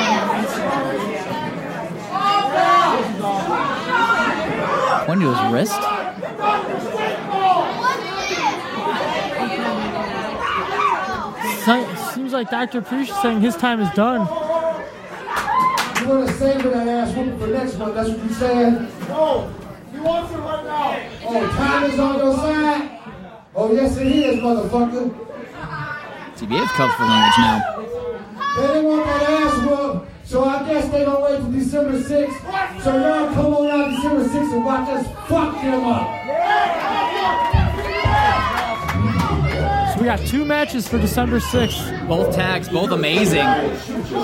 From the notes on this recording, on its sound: Live From XICW 202 Night Of Champions